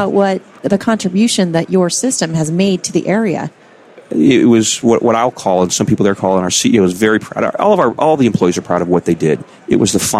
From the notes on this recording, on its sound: The episodes were broadcast live in CTGHS’s booth at the The HIMSS15 Annual Conference and Exhibition. The interviews were recorded.